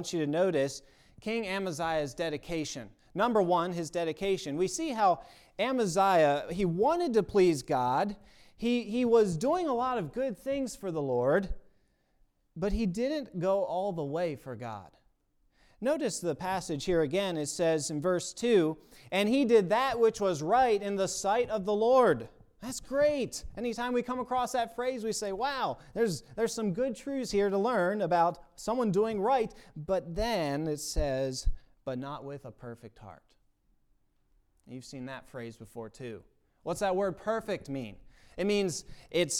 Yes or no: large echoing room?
yes